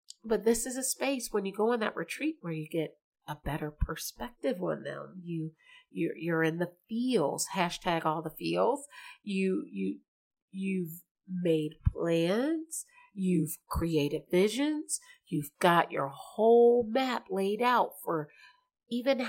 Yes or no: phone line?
no